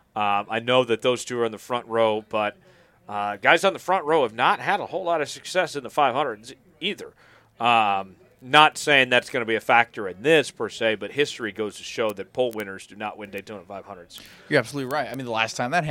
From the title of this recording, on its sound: Live from Daytona